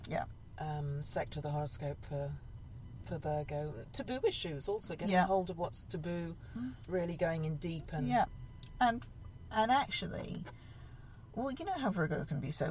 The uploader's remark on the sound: This month's podcast was made at a glamorous location on the top floor of a car park in Reading. We sweat it out in the car.